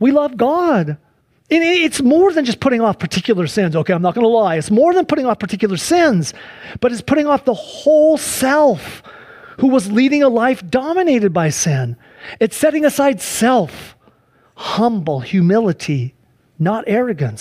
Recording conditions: large echoing room